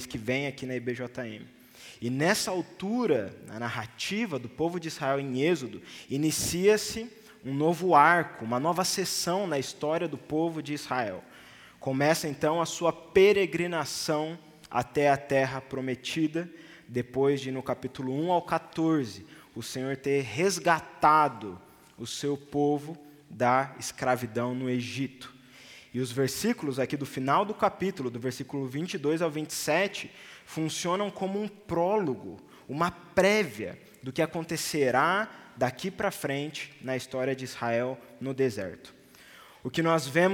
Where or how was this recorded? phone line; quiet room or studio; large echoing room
large echoing room